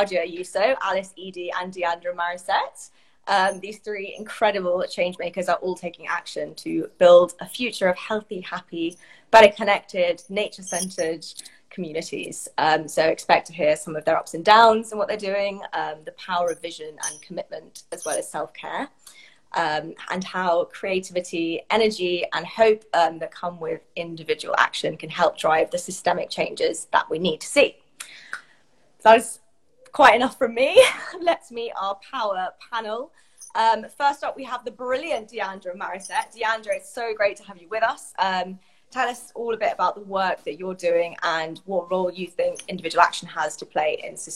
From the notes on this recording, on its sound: This Talk is part of an Instagram Live Series that Napapijri hosted